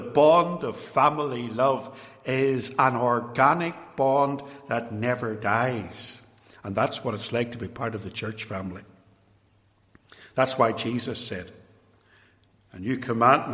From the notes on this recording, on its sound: extracts from a sermon preached in 2017 at Templepatrick Reformed Church